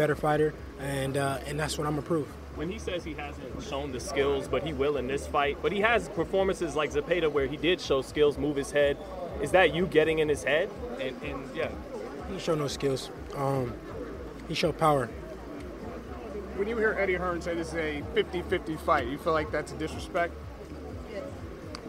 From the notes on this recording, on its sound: at the press conference in San Francisco